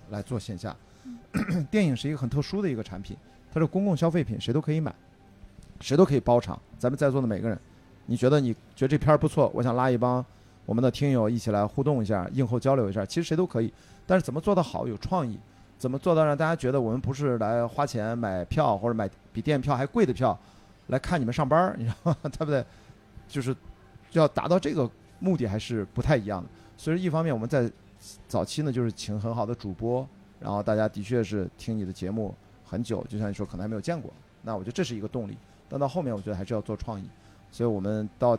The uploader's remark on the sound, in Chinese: 现场播客。这是我在【声量】活动当天的第二场录制，是下午14点在阿那亚的BAR LOTUS。